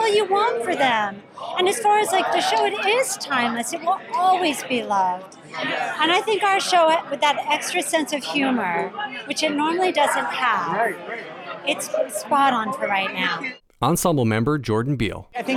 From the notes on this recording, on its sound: Opening Night Red Carpet Interviews. Join me live on the red carpet for the opening night of The Music Man!